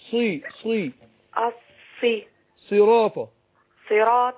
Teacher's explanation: الصاد رغم ان هي مكسوره بس حرف مستعل مطبق